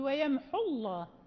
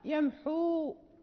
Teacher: لا ننطق بالواو في الوصل، نقول ويمحو الله، يعني كأنها حاء دون واو · Shown in: first take